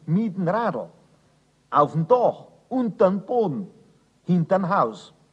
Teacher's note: wird auch im Dativ Singular das M gegen ein N vertauscht